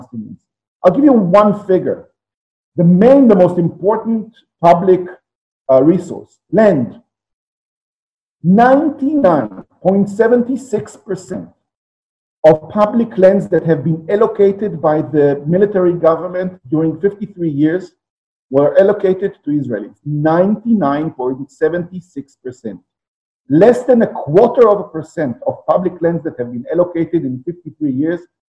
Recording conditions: video call